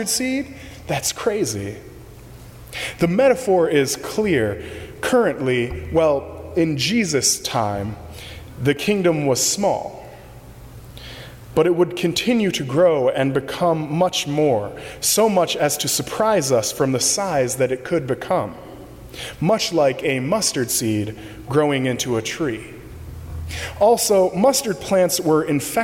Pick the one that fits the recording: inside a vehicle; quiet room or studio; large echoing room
large echoing room